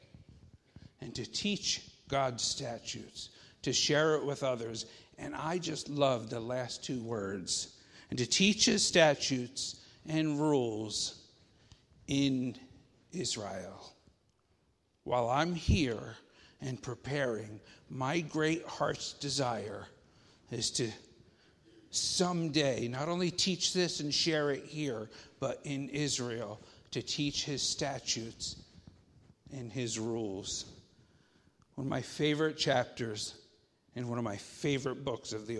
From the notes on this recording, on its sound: Faith Baptist Church in Hamilton, NJ.